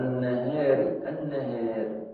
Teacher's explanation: بترقيق الراء المتطرفة بالكسر المسبوقة بألف